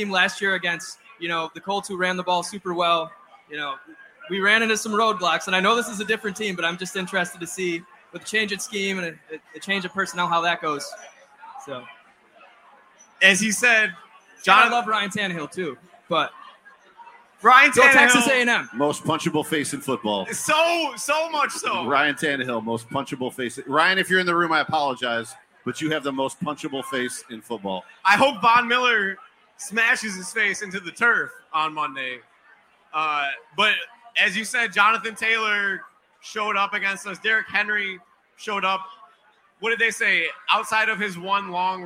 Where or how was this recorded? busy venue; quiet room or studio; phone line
busy venue